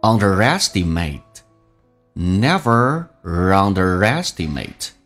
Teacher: T 发成 D 这个发音美式发音要浊化